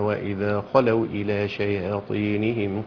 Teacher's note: قصر المنفصل حركتين من غير سكت